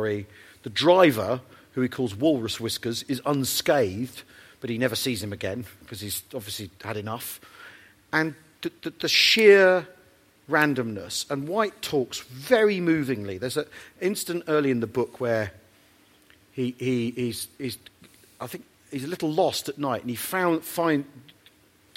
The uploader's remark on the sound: Live at The National Army Museum